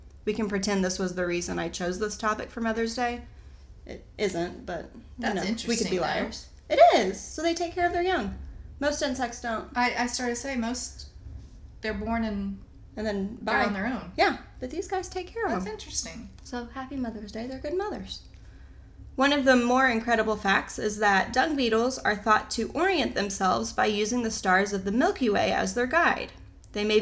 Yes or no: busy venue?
no